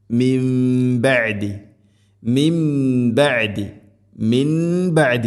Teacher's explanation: സാക്കിന നൂന് ശേഷം ബ, ഇഖ്ലാബ് എന്നാണ് പറയുക. നൂനിനെ മീമാക്കി മാറ്റണം.